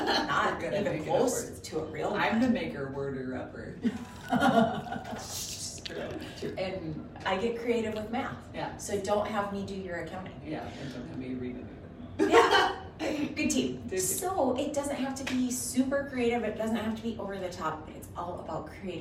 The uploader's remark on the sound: live from the Courtyard by Marriott this morning before the FMWF Chamber's Eggs & Issues today